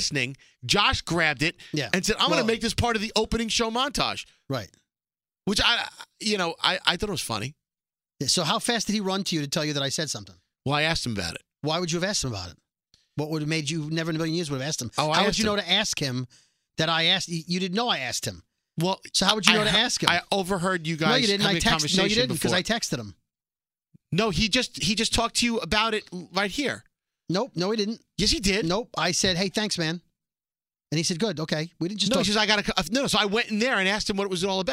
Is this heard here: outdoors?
no